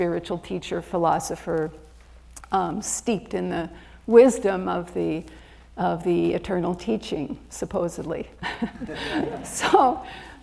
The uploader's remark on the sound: recorded at Ananda Village on August 27 2023